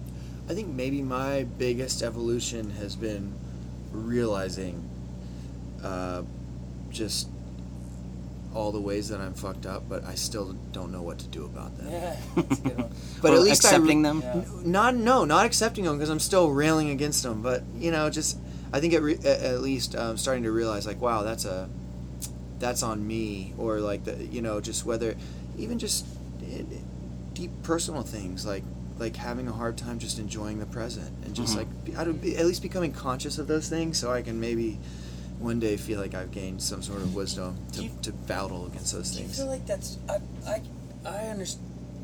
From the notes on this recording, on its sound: Sorry for the engine hum. Just sitting on the bus and listening to them weave their stories and songs together.